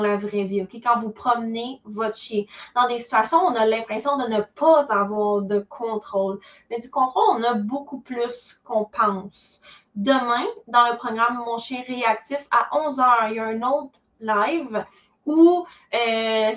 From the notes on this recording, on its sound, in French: cet épisode est issu d'un webinaire en direct que j'ai donné dans mon groupe